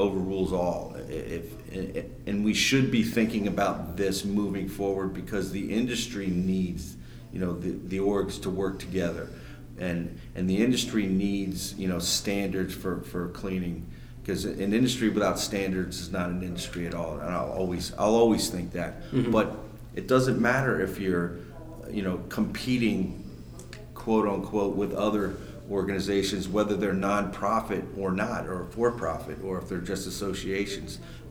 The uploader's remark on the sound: Live From The PWNA Event. The convention they just put on in Orlando.